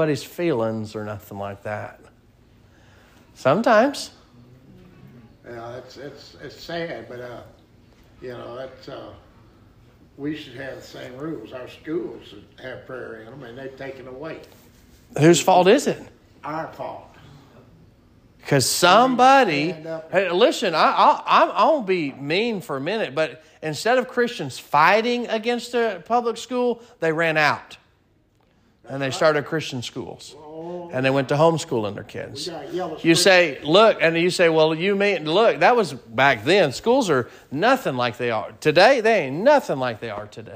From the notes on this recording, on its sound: Sermon preached at Mid County Baptist Church